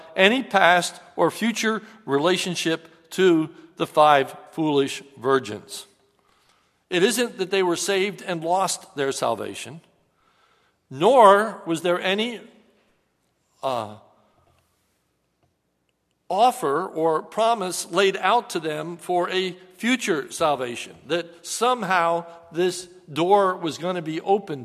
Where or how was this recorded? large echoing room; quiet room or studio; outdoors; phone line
large echoing room